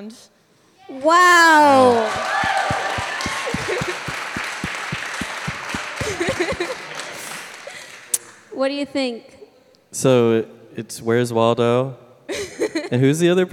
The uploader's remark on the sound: LIVE from Vulture Festival in New York City! Recorded 5/20/18